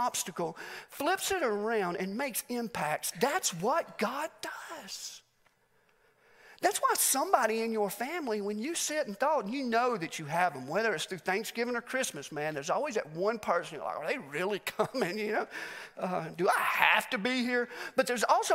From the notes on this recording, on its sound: Message recorded live at The Fellowship at Mt Juliet.